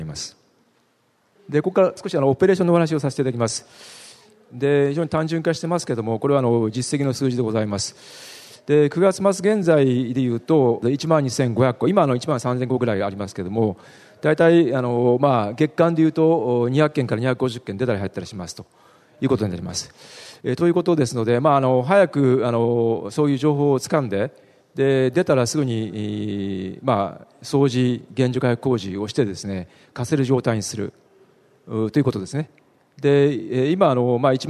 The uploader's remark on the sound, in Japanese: ２月２０日に東京証券取引所で開催した「J-REITファン2016」に登壇した日本賃貸住宅投資法人のIRセミナー